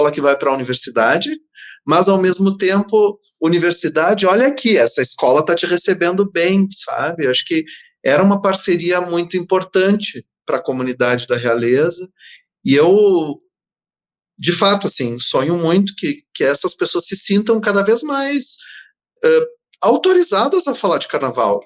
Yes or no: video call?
yes